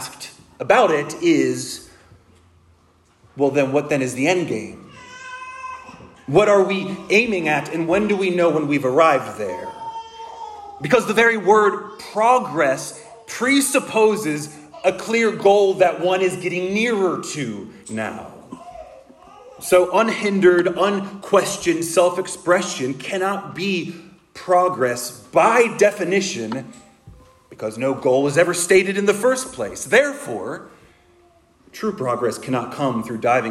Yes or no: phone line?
no